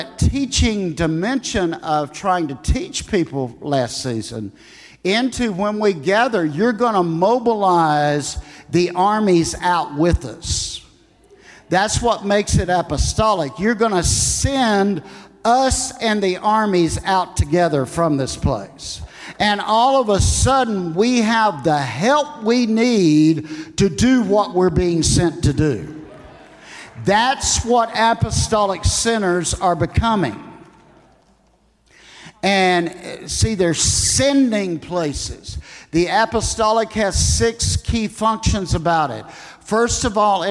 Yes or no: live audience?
yes